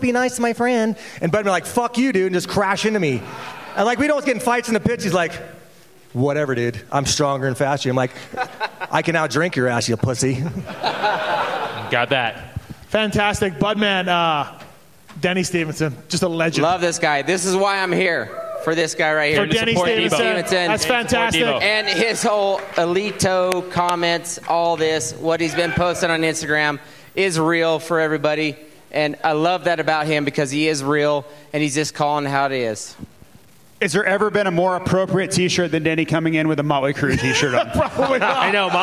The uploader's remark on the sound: Pulpmx/Racer X LIVE Podcast show from Oriental Theatre in Denver. Live from the Oriental Theater in Denver, Colorado.